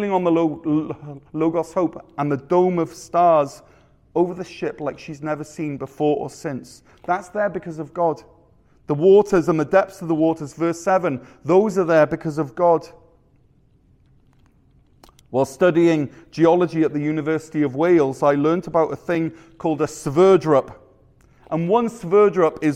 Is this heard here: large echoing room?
yes